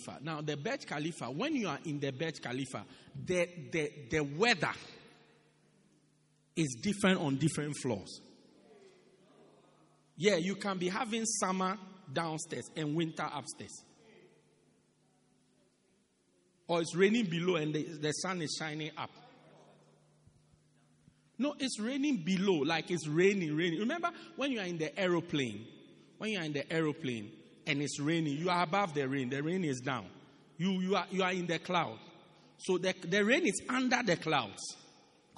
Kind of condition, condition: setting, large echoing room